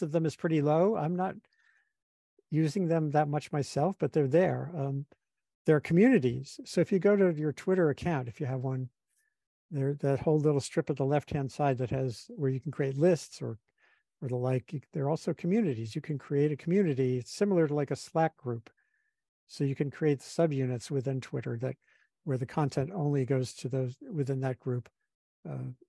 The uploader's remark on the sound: This is the audio of a webinar I just held for Columbia Climate School colleagues.